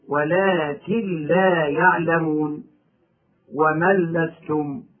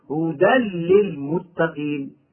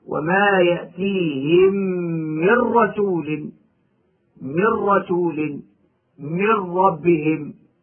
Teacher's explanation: إدغام النون الساكنة أو التنوين في اللام أو الراء إدغاما كاملا بغير غنة. مثال وقوع اللام بعد النون الساكنة هكذا: ولكن لا يعلمون ومن لستم.